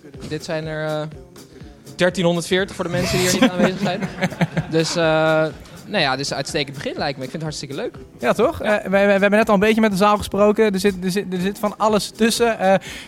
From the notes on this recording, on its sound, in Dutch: Zitten we live in een vol stadion! (liveshow XL).